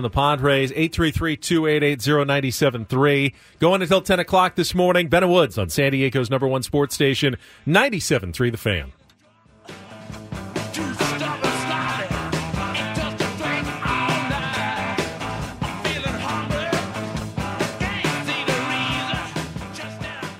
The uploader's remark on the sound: Then we open up the phone lines to hear from you the listener and get everyone's thoughts on where the Padres should go from here!